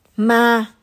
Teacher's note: Mid-level tone. Thanh ngang. Thanh không.